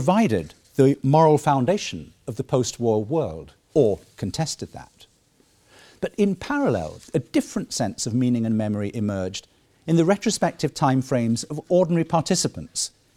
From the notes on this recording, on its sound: The 2nd Keynote of the War Time 2016 conference held 9-11 November 2016